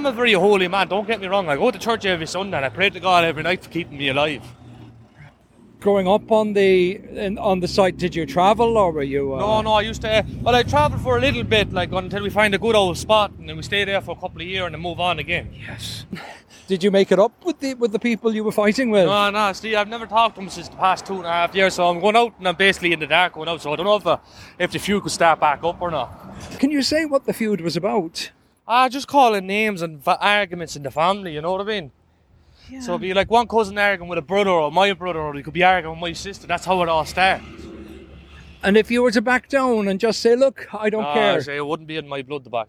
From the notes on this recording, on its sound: From outside Dochas (women's prison) at Mountjoy Dublin.